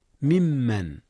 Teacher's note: ممن، إدغام متماثلين هنا يا أستاذنا. ممن أصله من من، أدغم النون في الميم.